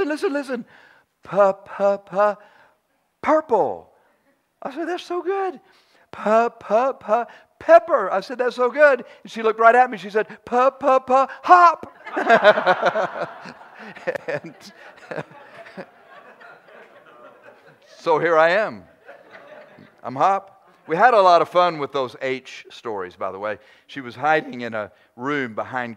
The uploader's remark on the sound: Preaches during our 11th Church Anniversary Conference.